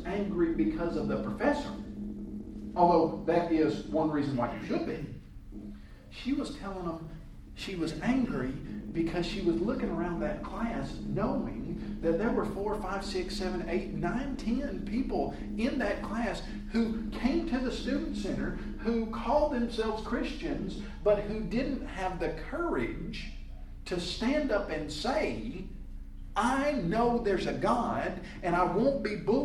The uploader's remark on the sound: A class presentation. At the Ministering 2 Youth Conference 2014.